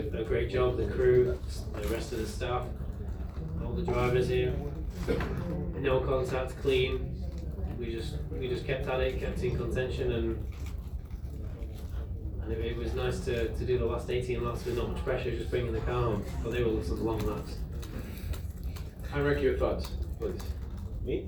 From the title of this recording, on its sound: Live from Daytona Rolex 24